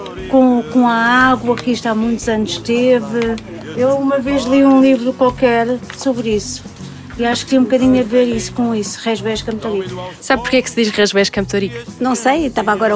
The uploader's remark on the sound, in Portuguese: Campo de Ourique. Gravado nas ruas deste bairro que parece uma pequena cidade.